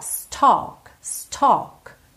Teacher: Embora a gente tenha a L, é um som meio ó